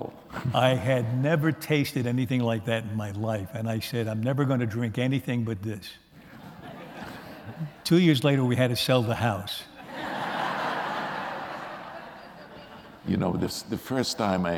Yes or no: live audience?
yes